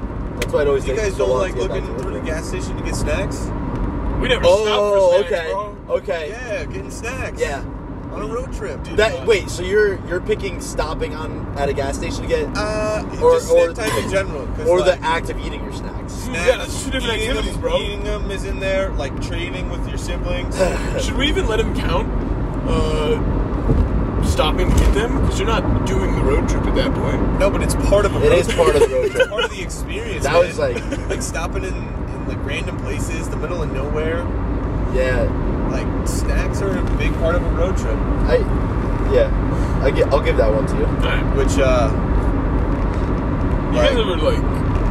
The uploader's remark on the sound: We recorded this in a car with my phone. We're road trippin this episode.